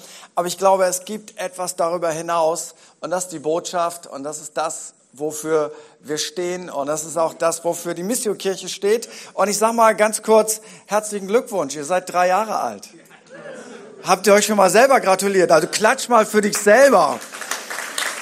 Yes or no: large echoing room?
yes